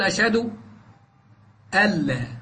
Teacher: نون ساكنة بعدها اللام تدغم إدغاما كاملا بغير غنة، لأن الإدغام بغير غنة في حرفين اللام والراء.